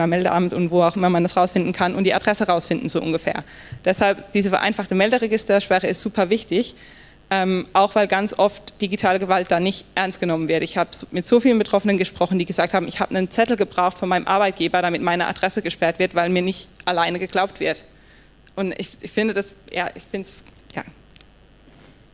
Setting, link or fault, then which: setting, live audience